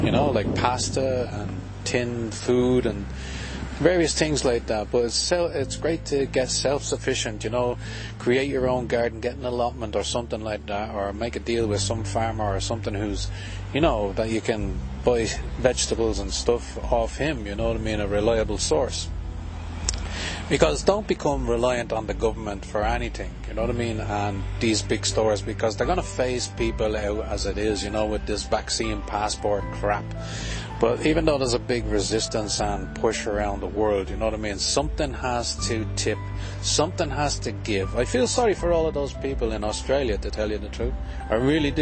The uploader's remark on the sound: A talk in a beautiful local park on a sunny afternoon.